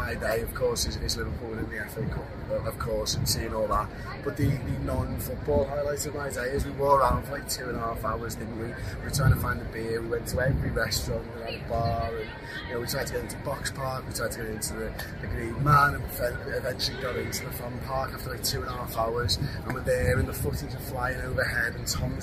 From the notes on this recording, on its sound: Outside Wembley once again, the morning after Liverpool beat Chelsea to win the FA Cup Final!